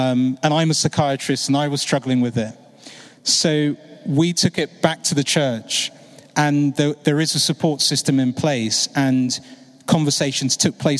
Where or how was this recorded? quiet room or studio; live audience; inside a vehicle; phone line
live audience